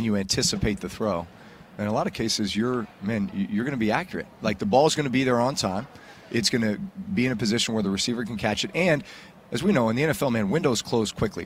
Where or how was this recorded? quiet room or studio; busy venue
busy venue